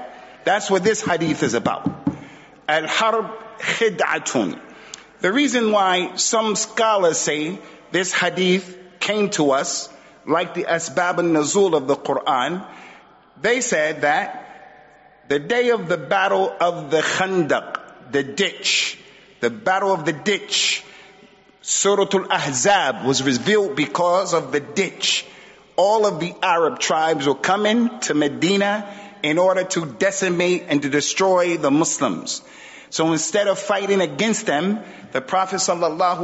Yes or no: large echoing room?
yes